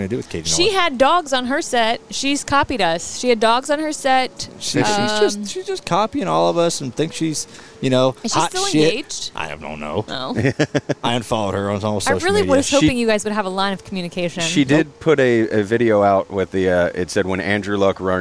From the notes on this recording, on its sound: Do the show from a 1988 Prevost bus as the crew prepares to head to Darlington for NASCAR's official Throwback Weekend.